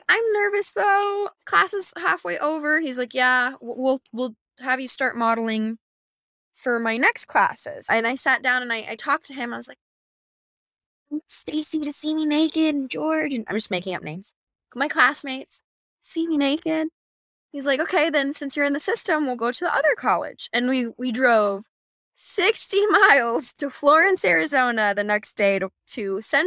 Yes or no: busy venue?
no